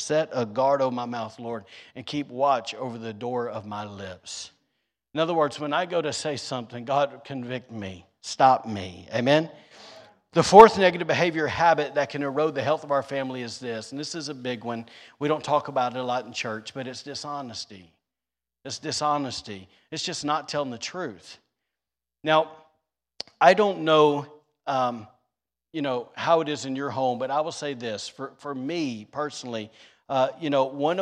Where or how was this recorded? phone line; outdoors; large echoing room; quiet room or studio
large echoing room